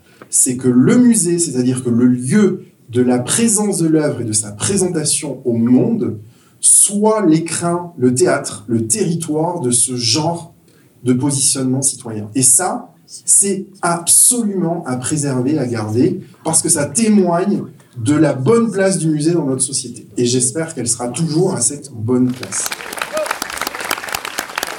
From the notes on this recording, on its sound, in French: Dans cet épisode, vous pourrez entendre des témoignages, une interview du conférencier, et vous glisser un peu dans l'atmosphère d'une conférence...